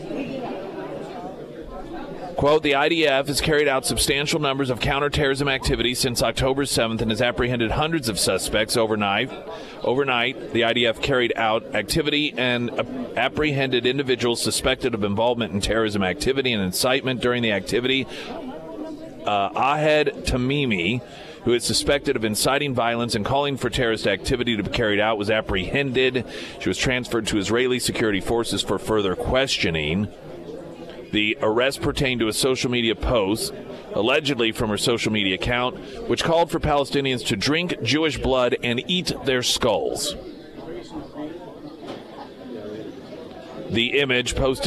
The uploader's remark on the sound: live at Scramblers Diner